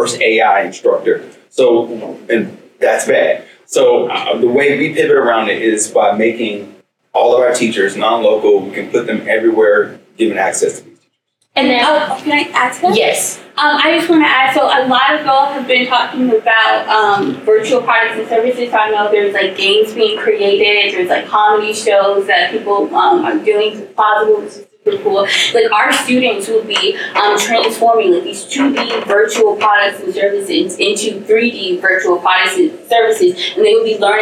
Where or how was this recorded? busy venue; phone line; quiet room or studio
busy venue